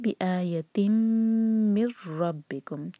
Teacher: بِآیَتِم مِن رَبِّکُم، بِآیَتِم مِن تھا، نون ایمٹی ہے، اس کے بعد را آ رہا ہے. تو میم کو ہم سیدھا را سے جوڑیں گے، نون کی آواز کو پروناؤنس نہیں کریں گے